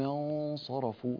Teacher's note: انتبه إلى تفخيم الغنة في انصرفوا